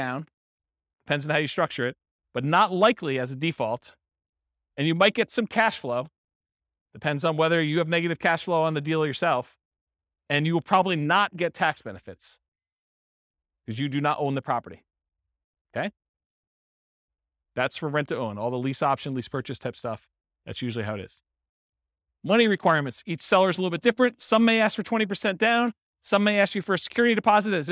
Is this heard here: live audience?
yes